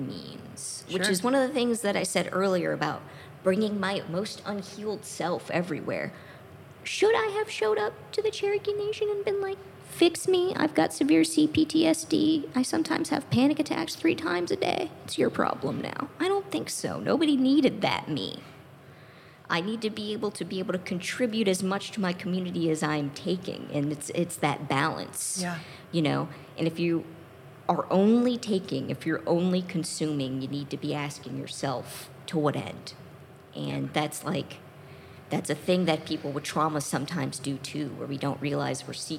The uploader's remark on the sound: Live from the Cincinnati Playhouse. During this personal roundtable discussion.